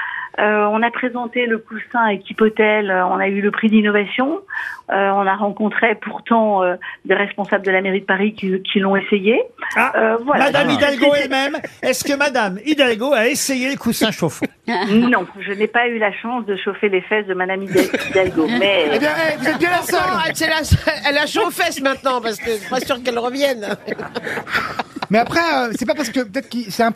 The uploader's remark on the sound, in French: Les Grosses Têtes ont eu au téléphone ce 4 janvier